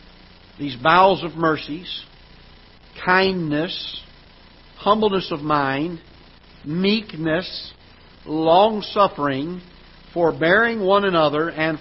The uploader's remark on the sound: Ketha Heights Baptist Church ~ Live Broadcast